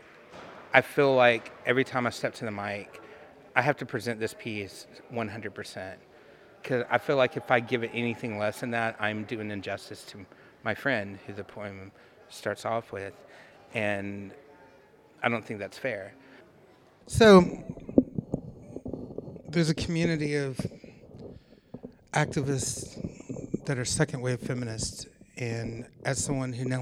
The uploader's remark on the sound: Open Mic at the National Poetry Slam. Making Contact partnered with the 2014 National Poetry Slam in Oakland, CA to produce this special open mic.